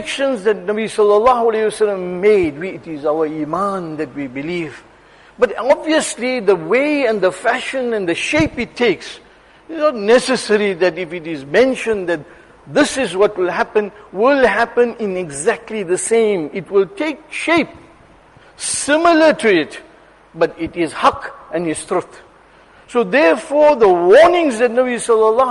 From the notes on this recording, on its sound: Jumuah lecture at Masjid ur Rahman